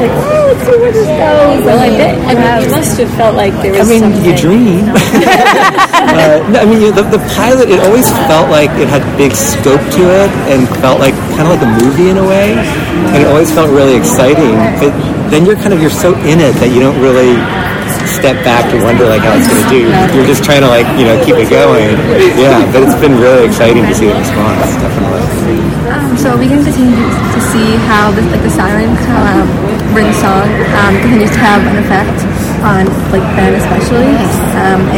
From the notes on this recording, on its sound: Sneak Peek at New York Comic Con. This is a recording from a live roundtable interview, so you’ll hear lots of our questions, plus those of other journalists.